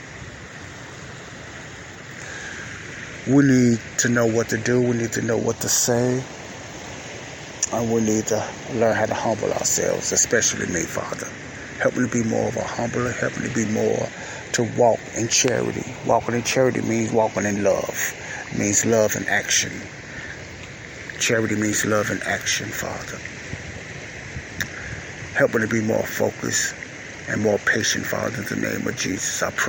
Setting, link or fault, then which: setting, outdoors